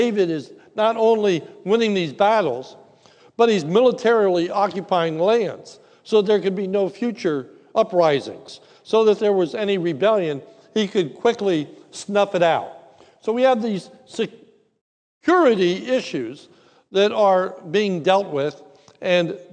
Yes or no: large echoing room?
yes